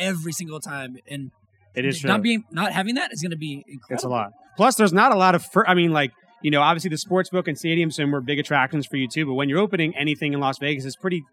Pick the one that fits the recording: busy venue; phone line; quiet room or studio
busy venue